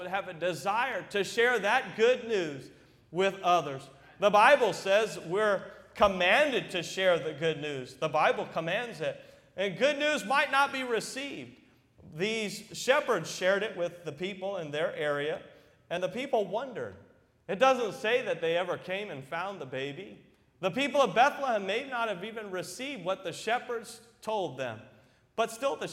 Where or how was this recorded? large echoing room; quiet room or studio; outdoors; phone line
large echoing room